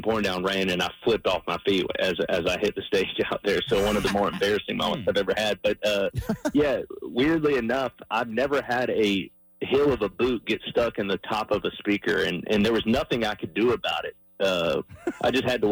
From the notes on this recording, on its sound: called in to the morning show for an interview